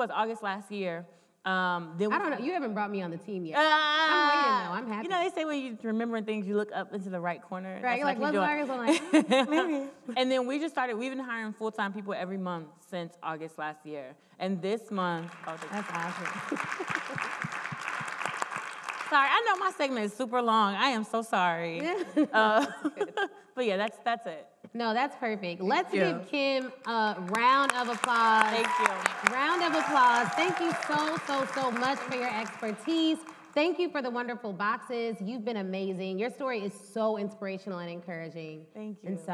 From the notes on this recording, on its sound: This is part three of the live taping.